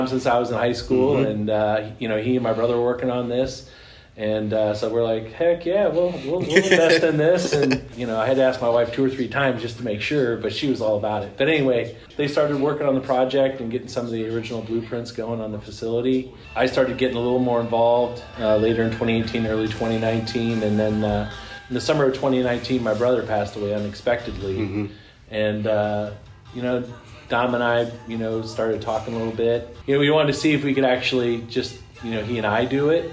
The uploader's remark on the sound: Broadcasts live from The Prosper Cannabis Company for a Happy 420 Celebration of music.